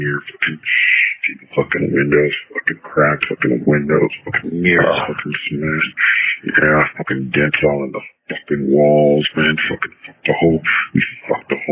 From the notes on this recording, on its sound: Please forgive the bad audio quality.